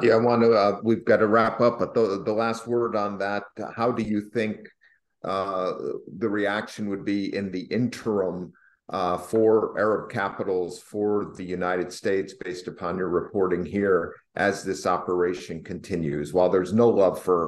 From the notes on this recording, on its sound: Live Q&A webinar. Reporting from Tel Aviv.